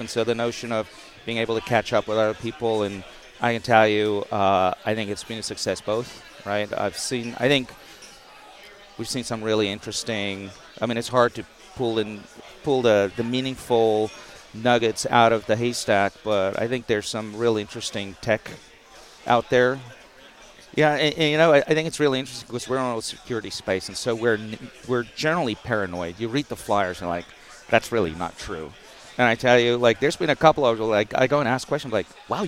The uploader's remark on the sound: conducted live at RSA 2023